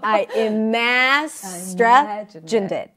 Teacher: And then you drop with your pitch at the end.